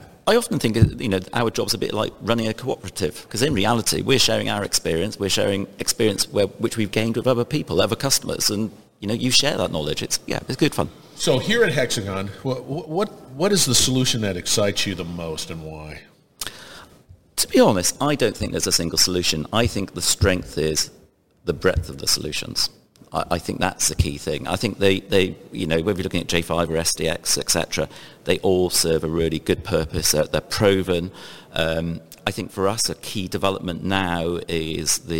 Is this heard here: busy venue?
yes